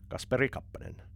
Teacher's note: you pronounce the first syllable strong, second lower, third then middle